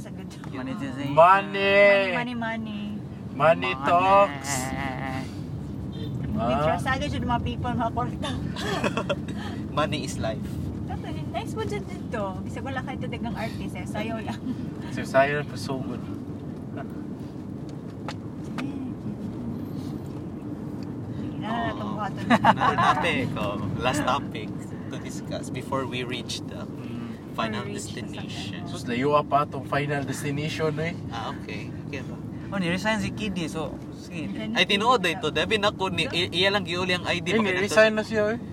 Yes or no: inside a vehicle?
yes